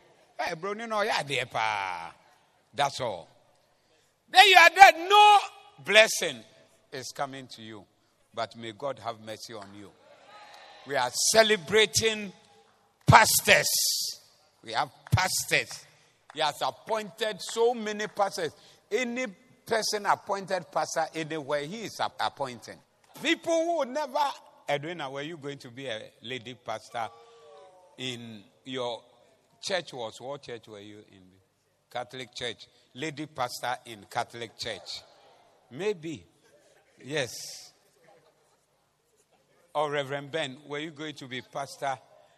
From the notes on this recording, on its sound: Preached at the Zeloo Service 14052023